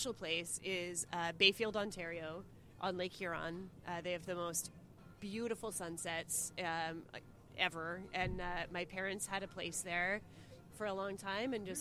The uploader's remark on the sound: This week's episode is LIVE from the amazing Amsterdam Brewhouse on the Lake in Toronto, Ontario! This show was recorded as part of the International Association for Great Lakes Research 2023 annual conference.